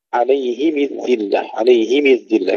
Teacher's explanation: أبو عمرو يقرأها عليهم الذلة، عليهم الذلة بكسر الميم